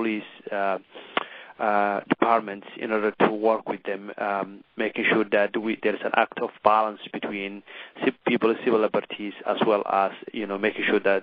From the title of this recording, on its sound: Full Conference Call